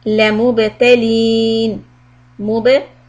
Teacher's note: Mim Dhamma and ba, flat lips and qalqala.